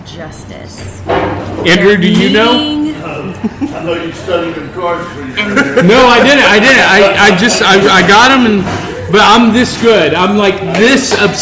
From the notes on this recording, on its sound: Live from Bowls & Spoons Cereal Bar! Live on site in front of a live audience at Bowls & Spoons Cereal Bar in Charleston West Virginia!